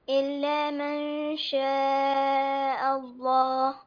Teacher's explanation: عندنا النون ساكن وبعدها شين إخفاء، والإخفاء فيه غنة